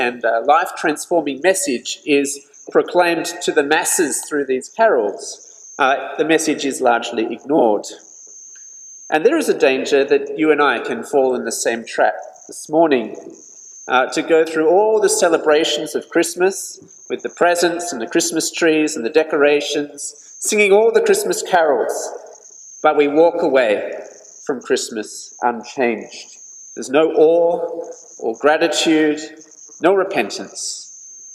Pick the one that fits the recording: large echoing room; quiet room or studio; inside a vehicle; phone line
large echoing room